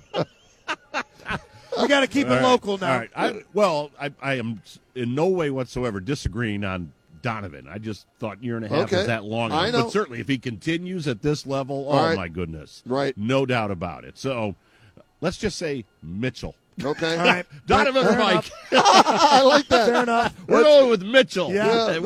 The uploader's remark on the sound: live from Rocket Mortgage Fieldhouse